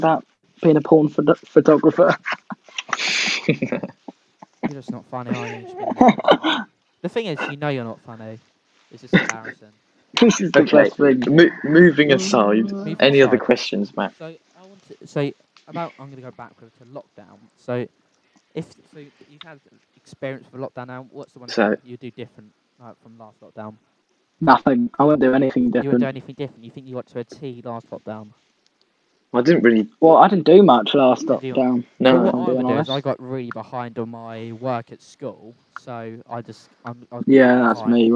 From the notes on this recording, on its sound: Sorry about the audio levels